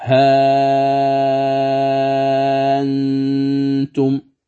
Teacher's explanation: فأمد الها بمقدار 6 حركات ثم تأتي النون الساكنة، فيصبح هذا من قبيل المد اللازم الحرف المخفف، ها أنتم. · Term: الإبدال طولا